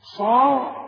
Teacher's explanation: الصاد مفخمة قوي بعدها الألف